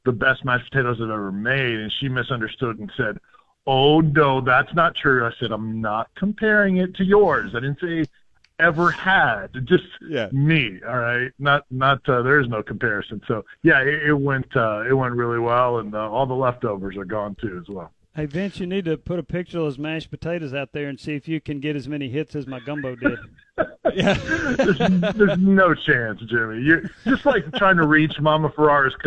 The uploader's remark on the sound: take your phone calls